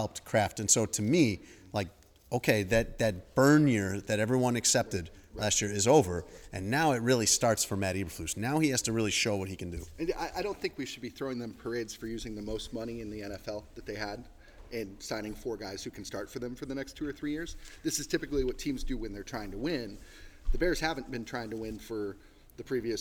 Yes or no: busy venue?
yes